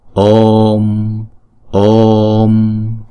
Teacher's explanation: Chữ O là diphthong cho nên chúng ta đọc kéo dài hai nhịp, rồi sau đó chúng ta mới đóng chữ O này lại.